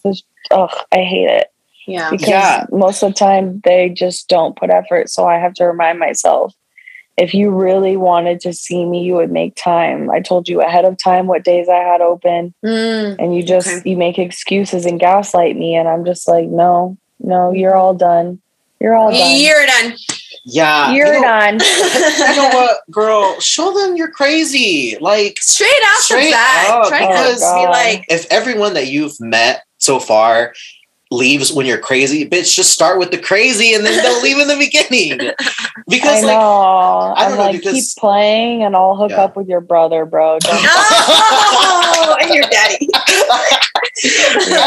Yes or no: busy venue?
no